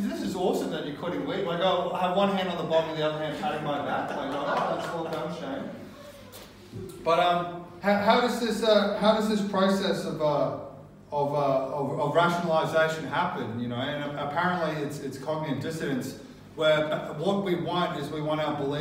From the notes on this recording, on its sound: Recorded live at BackDock Arts. The Story Chunder is a regulare event at Brisbane's BackDock Arts where storytellers share unbelievably true stories from their lives.